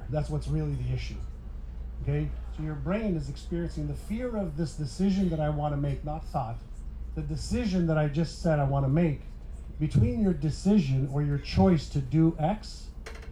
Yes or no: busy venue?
yes